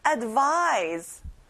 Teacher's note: 그리고 vise에 강세를 꼭 넣어보세요.